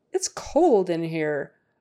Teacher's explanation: They all have a long O, cold. So make sure that's long O, O. And not ah, like called.